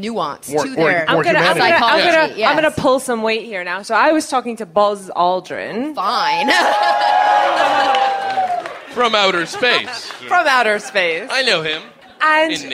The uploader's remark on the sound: Live at the Bell House